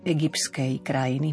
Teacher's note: V slove egyptskej máme štyri spoluhlásky za sebou a vyslovíme iba jedno s.